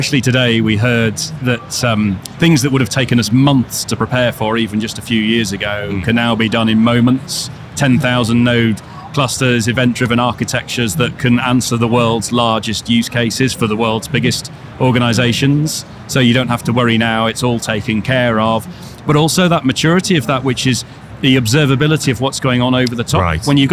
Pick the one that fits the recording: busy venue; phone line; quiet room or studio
busy venue